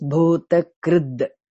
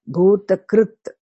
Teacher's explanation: when you break it as an independent name, it is Bhota Krit. Not Da, but Ta.